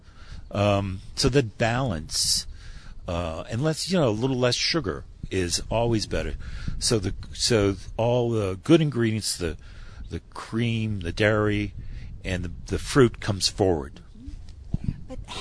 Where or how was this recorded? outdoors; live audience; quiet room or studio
outdoors